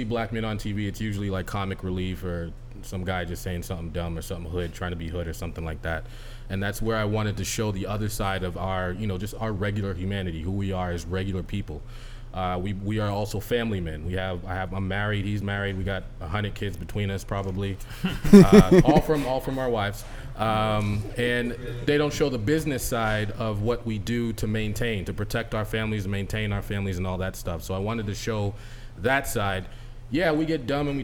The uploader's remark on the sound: This episode was recorded at the Africa & Market innovation event held at WeWork in Copley Square